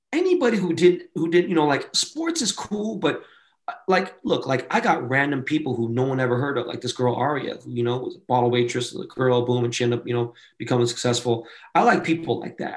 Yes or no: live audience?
no